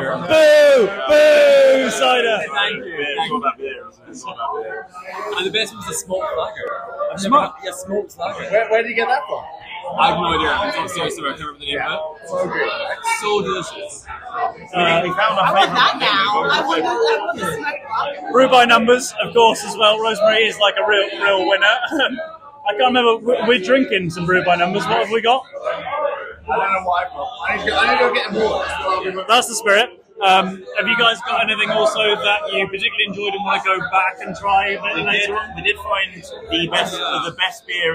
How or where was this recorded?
busy venue